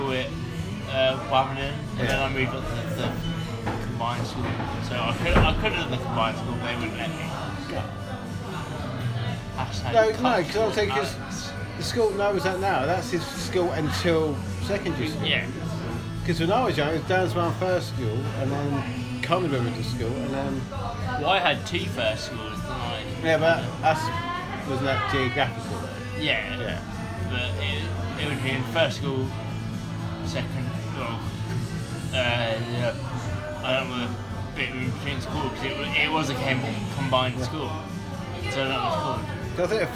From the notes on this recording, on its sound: We record in the pub this episode as it’s far too cold outside,so please excuse the background noise.